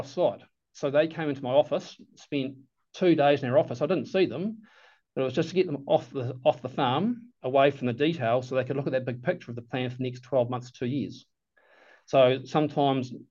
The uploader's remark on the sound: Recorded on the second Beef + Lamb New Zealand ‘Sow, Grow, Thrive’ webinar, 18 September 2023